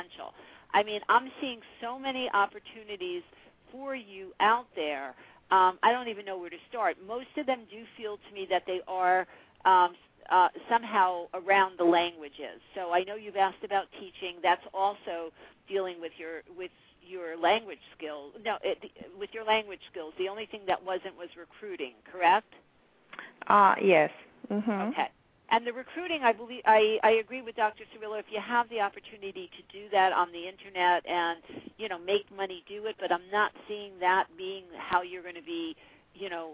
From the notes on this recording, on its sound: live call-in radio talk show